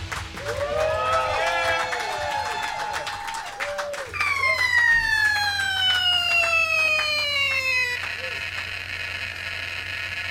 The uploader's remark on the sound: LIFERS Live!!! - At Gman Tavern